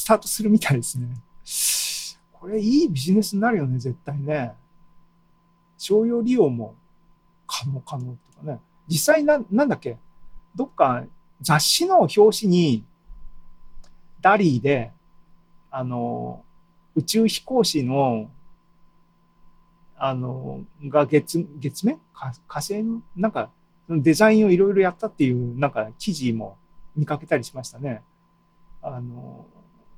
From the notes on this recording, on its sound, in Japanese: ２０２２年７月２７日に開催した ZOOMライブの模様です